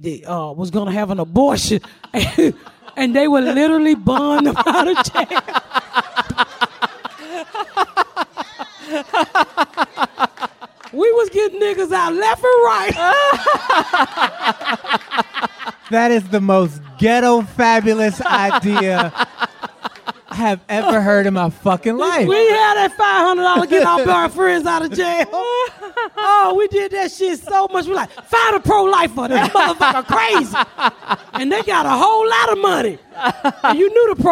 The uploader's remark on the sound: We are live at San Francisco Sketchfest